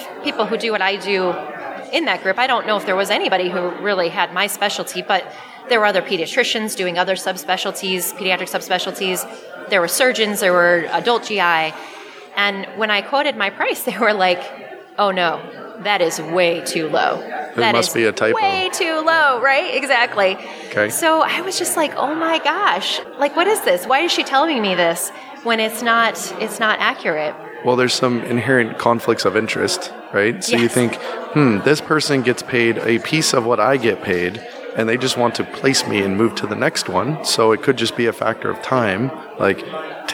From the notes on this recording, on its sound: Live on the floor of FinCon, we discuss doing locums work for a healthy side income.